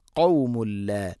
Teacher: തൻവീന് ശേഷം ലാമ് വന്നാൽ ഇദ്ഗാം ബില ഗുന്ന മണിക്കാതെ കൂട്ടിലയിപ്പിക്കണം